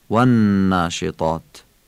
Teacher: واو و ناشطات رو باید عربی بگید، یعنی دندانی نگی، از بین دو لب بگی. دوم اینکه نون و ناشطات هم مشدده و غنه داره، یعنی مکس میکنیم و میکشیمش، و ناشطات.